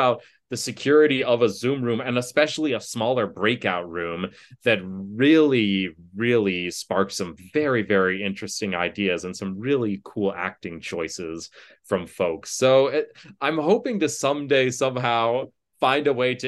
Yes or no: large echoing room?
no